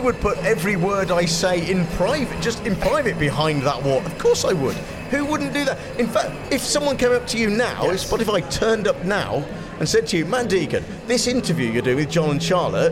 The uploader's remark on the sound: LIVE from the 2023 Audio & Radio Industry Awards Nominations. LIVE from the 2023 Audio & Radio Industry Awards Nominations !